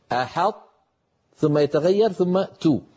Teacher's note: شكل اللسان من الخلف سيتغير، بينما جزءه الأمامي لن يفارق مخرج الطاء ومخرج التاء